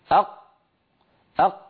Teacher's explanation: أيوة، جربوا هكذا أق، وحاولوا أن تضغطوا قليلا حتى تمشوا الصوت أق أق. مهما ضغط الإنسان ما ممكن يمر ذرة صوت عند نطق القاف · Term: قافا ساكنة بالتصادم